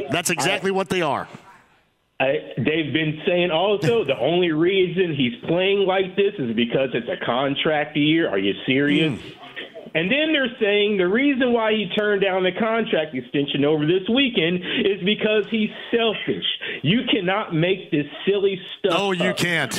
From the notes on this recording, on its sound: opens up the phone lines to take questions from listeners